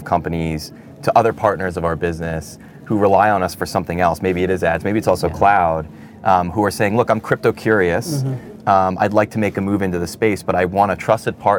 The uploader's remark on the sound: recorded at Paris Blockchain Week 2023